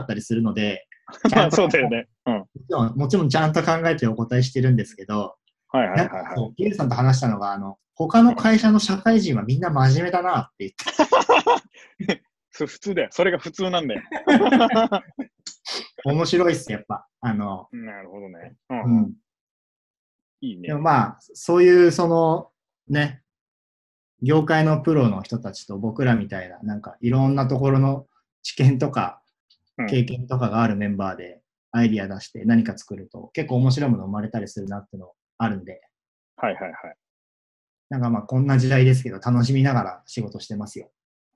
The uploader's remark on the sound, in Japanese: オンライン会社説明会・仕事紹介コンテンツです。オンラインで録音しているので、音がちょっと途切れることがあるかもしれませんが、ご容赦ください。